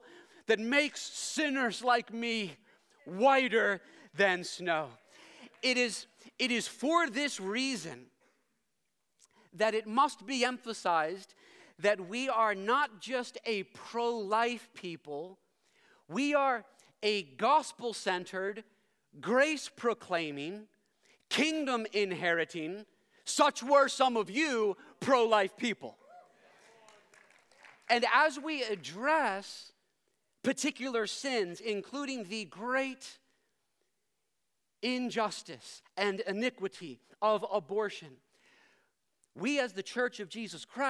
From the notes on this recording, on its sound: preached this sermon at Covenant Fellowship Church